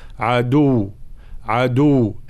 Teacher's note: وقفنا على كلمة عدو ومشددة، نقف مع بيان تشديدها